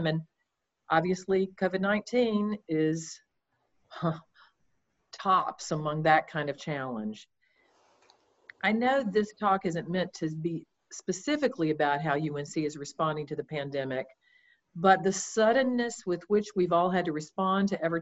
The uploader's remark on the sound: Zoom Talks Series